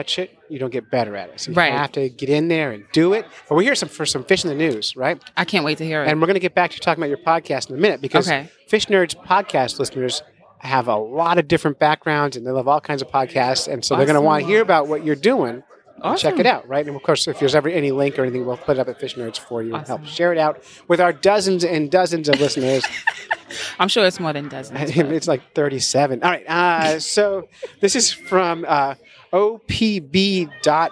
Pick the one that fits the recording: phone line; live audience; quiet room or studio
live audience